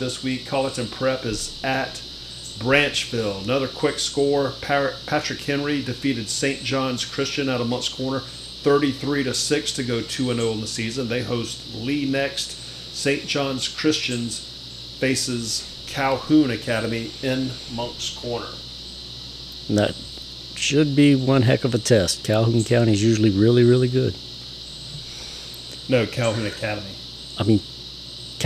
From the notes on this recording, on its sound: bonus free audio of Cicadas towards the end of the episode!